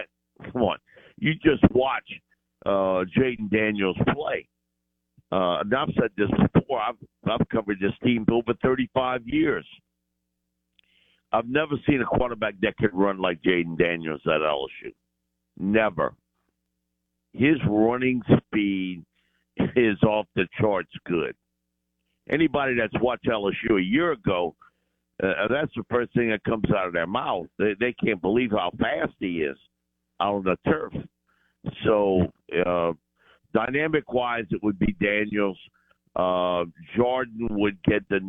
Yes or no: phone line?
yes